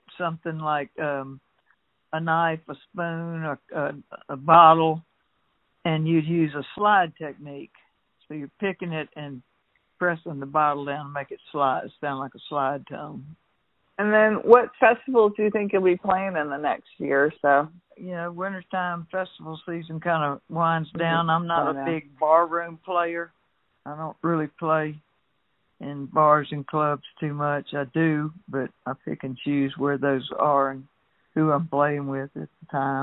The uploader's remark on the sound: Had a fun phone conversation